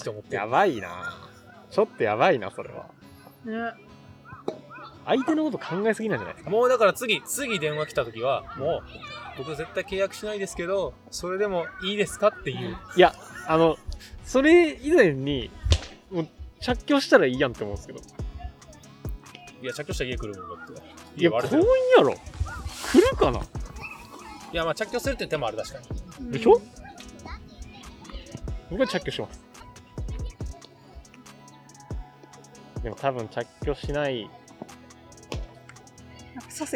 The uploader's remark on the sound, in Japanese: 公園での収録のため騒がしいです。